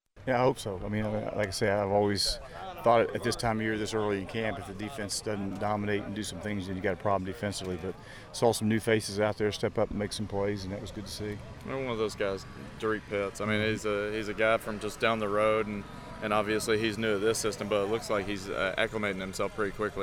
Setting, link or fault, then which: setting, busy venue